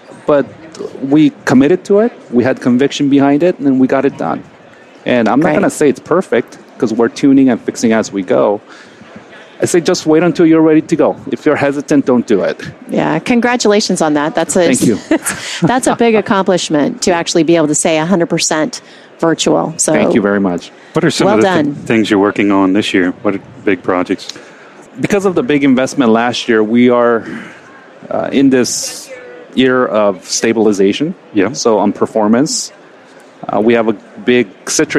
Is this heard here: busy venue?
yes